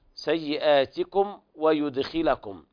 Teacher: إظهار شفهي شديد لوقوع الواو بعد الميم الساكنة. وقد حذر صاحب التحفة بقوله: واحذر لدى واو وفاء تختفي لقربها والاتحاد فاعرفي.